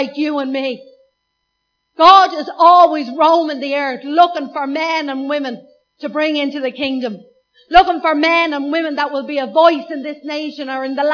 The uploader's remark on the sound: Recorded live at Liberty Church on 24th Feb 2019